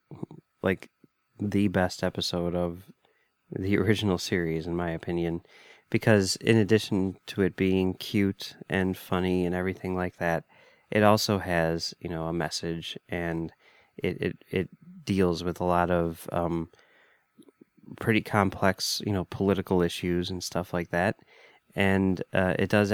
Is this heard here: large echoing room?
no